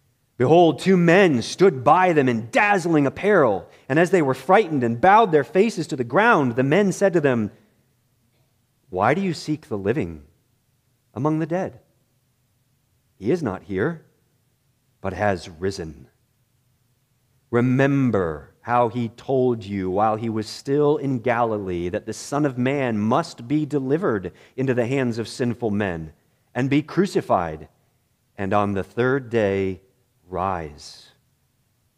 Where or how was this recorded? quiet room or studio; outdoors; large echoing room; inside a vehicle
large echoing room